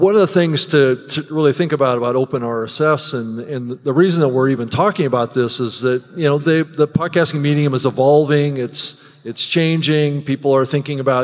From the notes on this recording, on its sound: in-person live on stage at Podcast Movement